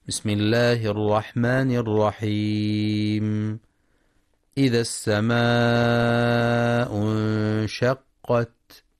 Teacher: ينتبه القارئ في كلمة السماء للمد المتصل الواجب، يمد في رواية حفص من طريق الشاطبية بمقدار 4 أو 5 حركات وجوبا